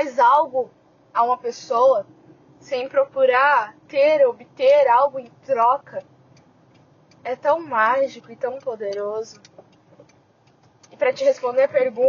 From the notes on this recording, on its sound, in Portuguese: background noise* é para ajudar a relaxar e pensar